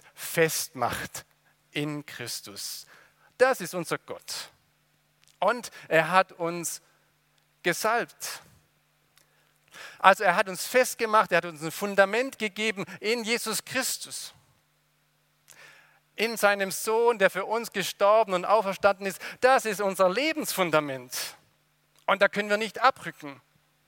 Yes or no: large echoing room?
yes